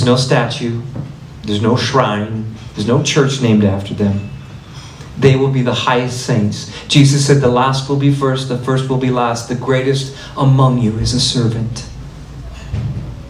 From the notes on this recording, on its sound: My talk at the 2024 Alberta March for Life and Edmonton Pro-Life Conference.